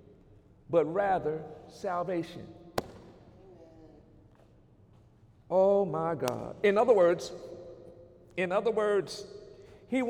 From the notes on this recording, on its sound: During Sunday morning service on March 10, 2019